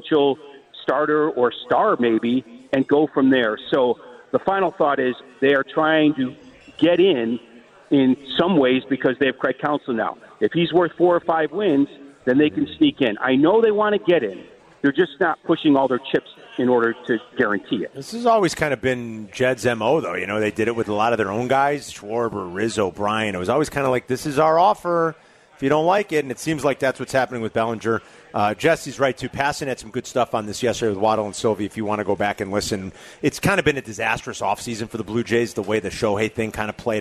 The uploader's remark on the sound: live from Twin Peaks in Warrenville!